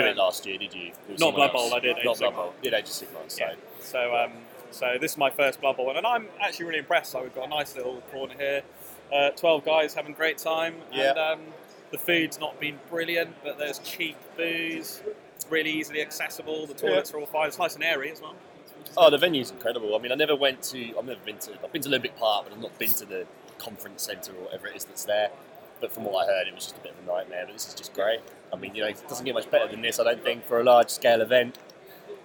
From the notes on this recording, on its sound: LIVE from the LGT. LIVE from the venue.